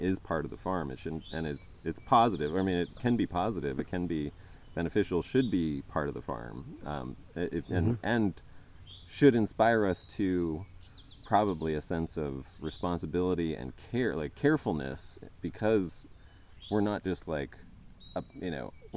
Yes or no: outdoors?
yes